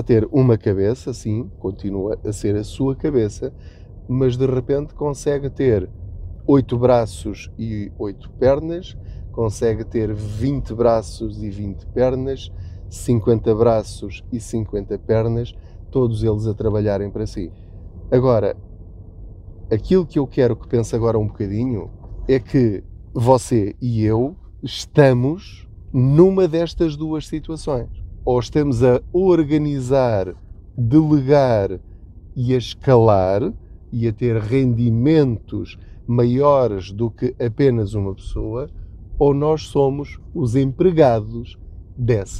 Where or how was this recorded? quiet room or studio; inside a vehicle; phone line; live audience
inside a vehicle